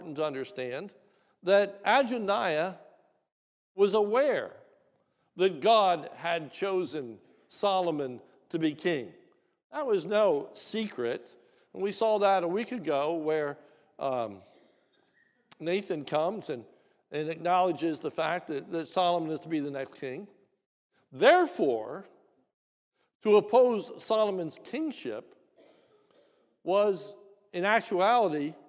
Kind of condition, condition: setting, large echoing room